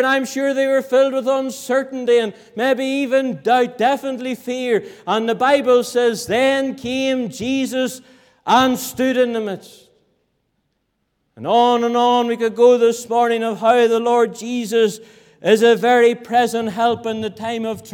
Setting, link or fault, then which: setting, large echoing room